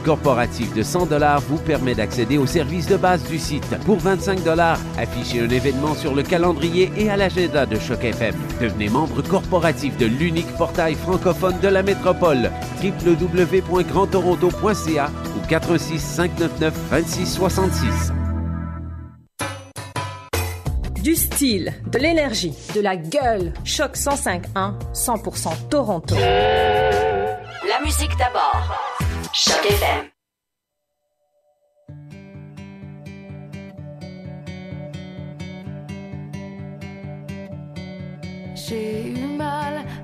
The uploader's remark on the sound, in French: En direct depuis le Japan Canadian Festival 2017